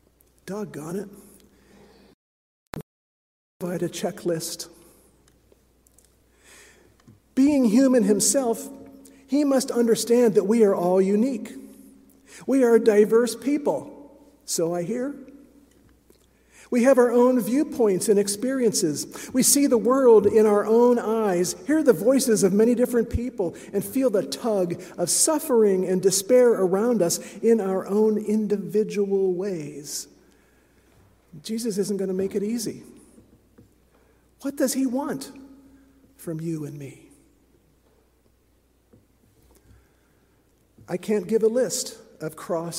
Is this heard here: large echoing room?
yes